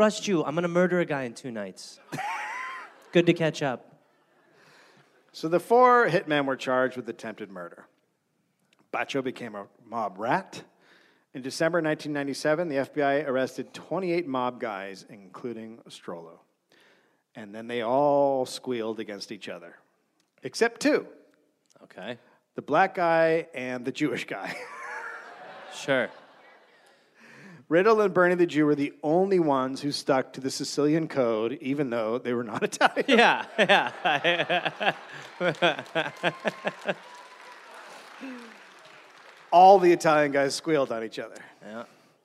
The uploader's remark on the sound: Recorded live in Columbus.